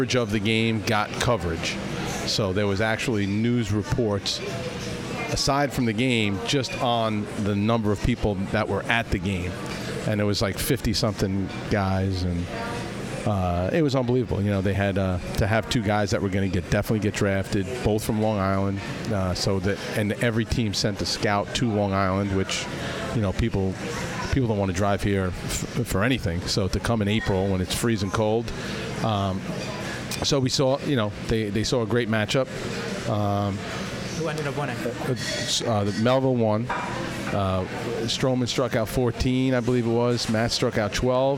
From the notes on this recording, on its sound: Recorded at Patchogue's Donatina's Pizza Cafe. The episode, recorded at Patchogue's Donatina's Pizza Cafe.